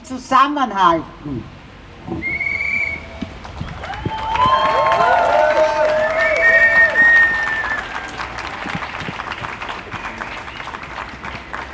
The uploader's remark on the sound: O-Ton Kundgebung „Bleiberecht für alle“. In Wien.